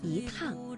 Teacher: 而在去声字之前呢，要变成阳平